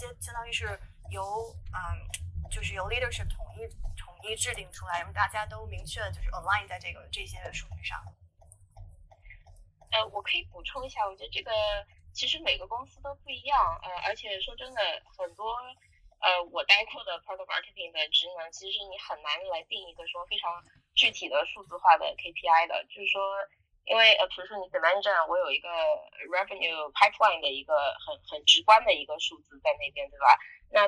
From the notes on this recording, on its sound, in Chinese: 中美连线回放。直播非常反馈好，很多人要求回放，索性就上传到播客里，供大家回味。第一次录音效果不是很好，请大家多担待！